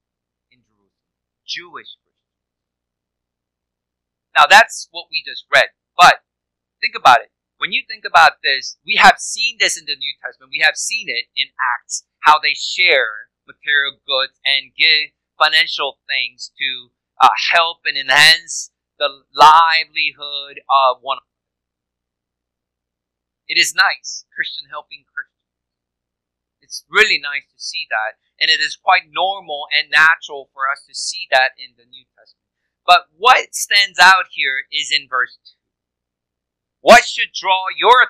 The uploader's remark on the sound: Unfortunately, due to a recording issue, this week's sermon audio may be of poor quality.